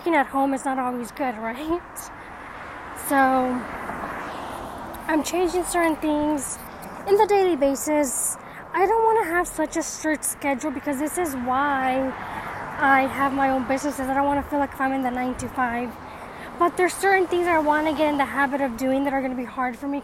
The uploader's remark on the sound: Sound may feel different as it was recorded while on a nature walk.